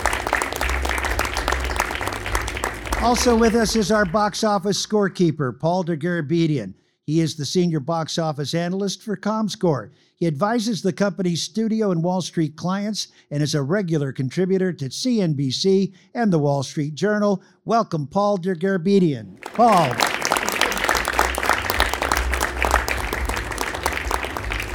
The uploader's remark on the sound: Live From Cinionic World 2023. In this live taping at CinemaCon, the annual gathering of Hollywood and movie theater owners.